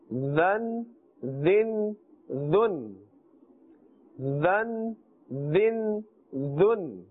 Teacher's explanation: zal is pronounced on the top of the tongue and the inner edge of the upper teeth